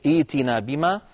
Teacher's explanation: ثم نحول الهمزة الساكنة إلى ياء فتصير ائتنا بما